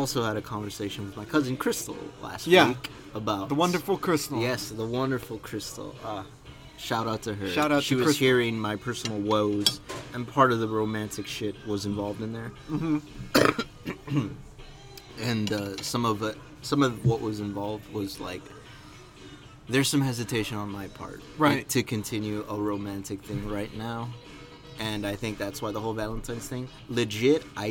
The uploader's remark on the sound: Recorded at Denny's